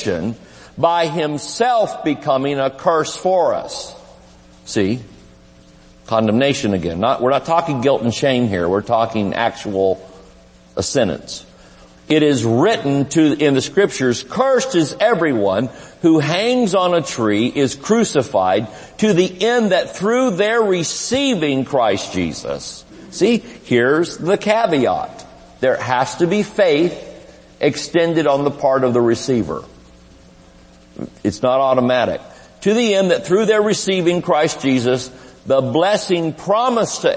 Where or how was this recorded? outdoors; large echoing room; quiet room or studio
large echoing room